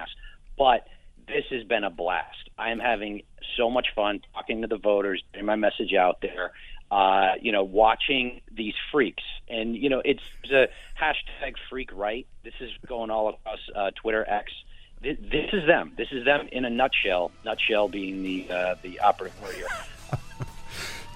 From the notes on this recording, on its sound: A handful of his favorites call in to make their case.